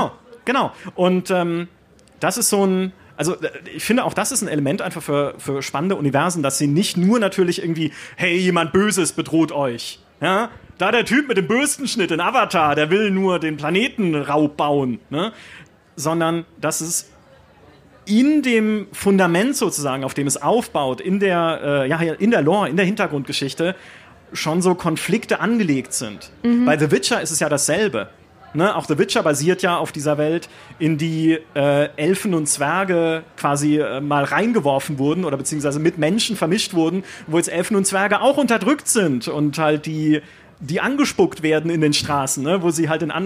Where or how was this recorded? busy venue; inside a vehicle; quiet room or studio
busy venue